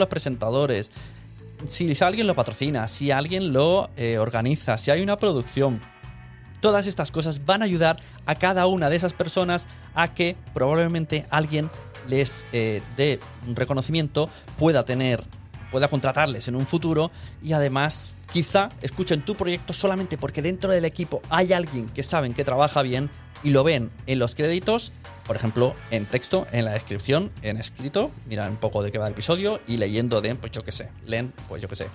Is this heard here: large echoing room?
no